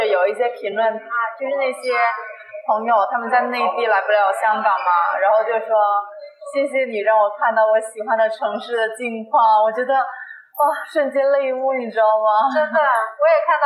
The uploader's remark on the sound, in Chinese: 在我邀约后就请求能不能把她最喜欢的红绿灯声音放进来。本来我们约在西九龙的海滨听着海浪聊天，但那天突然下大雨，临时转到室内，由于技术原因，第一次外景录音，声音质量在修复之后还是不尽如人意。